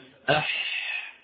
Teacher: أح يجري الصوت لأنه حرف يجري، يعني هذا حرف الرخو الحاء